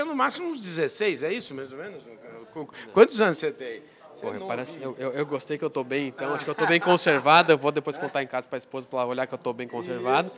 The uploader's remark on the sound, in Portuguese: gravada durante a reunião mensal da Asbram, em São Paulo